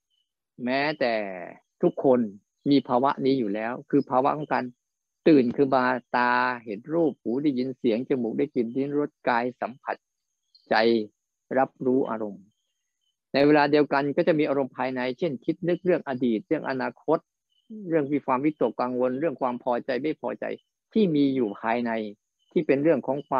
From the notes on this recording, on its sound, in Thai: บรรยายผ่านระบบ zoom.